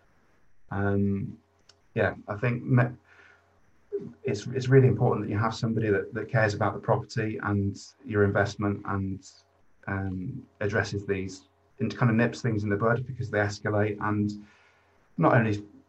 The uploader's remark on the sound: This episode was recorded at our Cuppa Coffee online meeting, the most popular property meeting in Manchester!